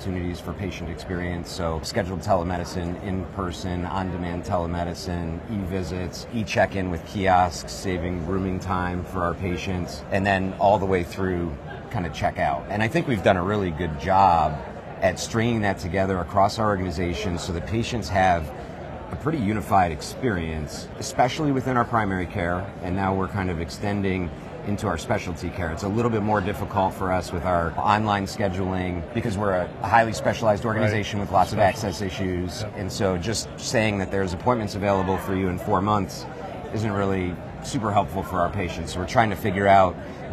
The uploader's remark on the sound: Today on the Conference channel, it’s an Interview in Action live from ViVe 2023.